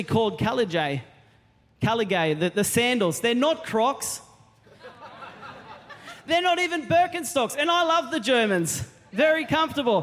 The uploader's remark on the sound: Recorded during our 9am service